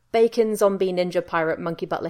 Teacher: It's a stressed syllable followed by an unstressed syllable. · Term: trochees